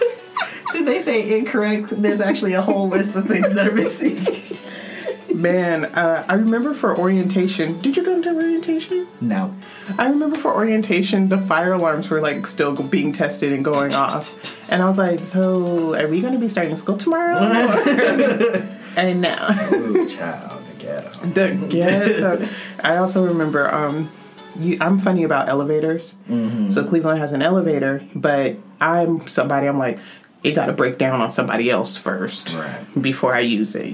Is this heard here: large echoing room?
no